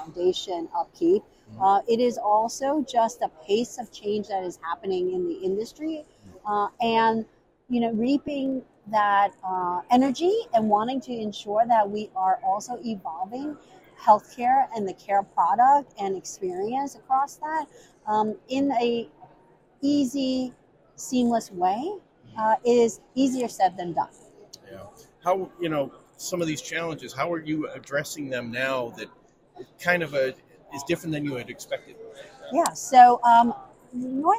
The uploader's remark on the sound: on the HIMSS 2023 Exhibit Hall floor